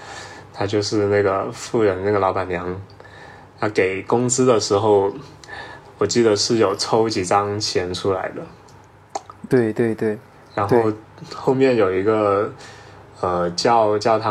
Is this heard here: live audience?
no